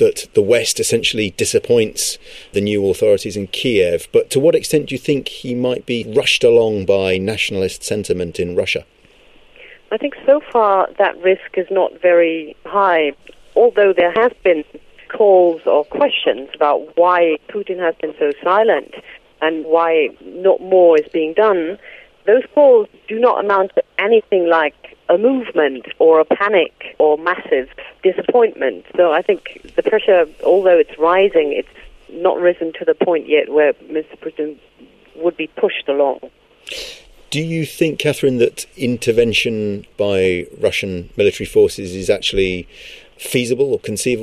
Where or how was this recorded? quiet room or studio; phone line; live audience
phone line